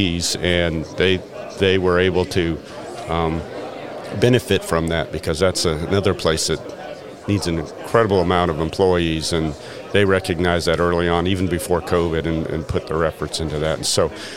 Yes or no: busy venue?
yes